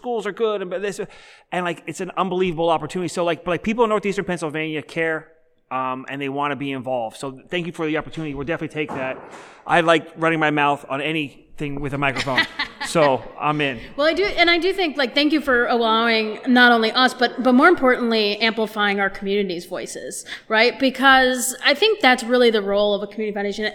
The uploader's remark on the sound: This conversation is a live panel discussion from the 2023 Wilkes-Barre Connect Conference. Hear the live Q&A from the audience.